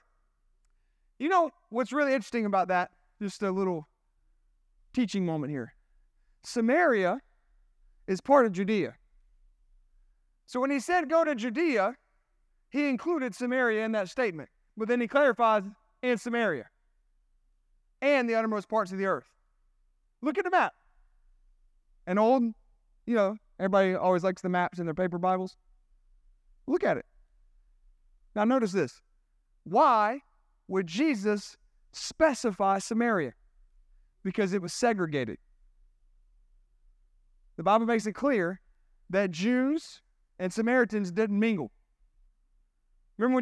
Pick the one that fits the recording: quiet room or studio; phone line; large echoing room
large echoing room